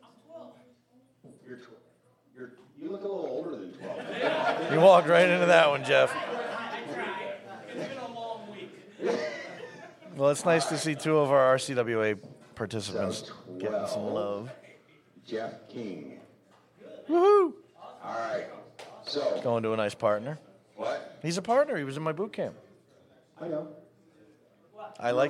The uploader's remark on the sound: Went live at WLPC 2024. No Longer Live At WLPC 2024. For those who attempted to listen to the remote stream live, this should be a lot better, as the microphone audio wasn't all carrying over through to the stream.